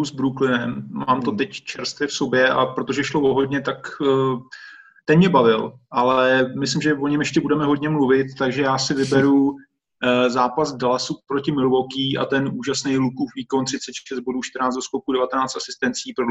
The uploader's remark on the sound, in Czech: Na dálku přes zoom probírala trojice basketbalových expertů.